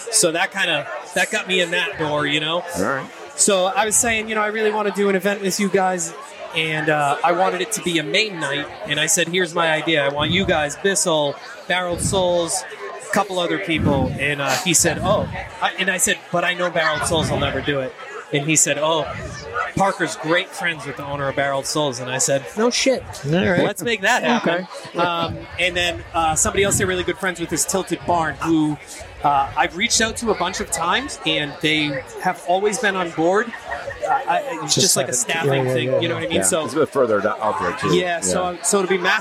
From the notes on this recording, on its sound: on his epic roof deck at Six West in South Boston